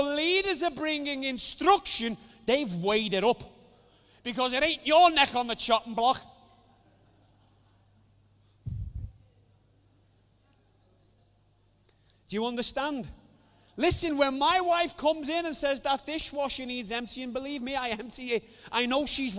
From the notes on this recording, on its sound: recorded Sunday 16 August 2020, 10:30am service.